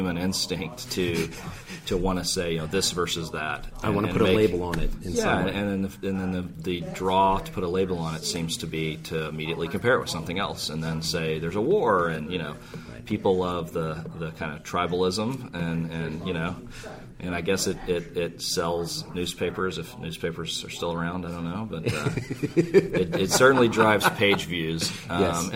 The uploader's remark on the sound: Live from OSCON!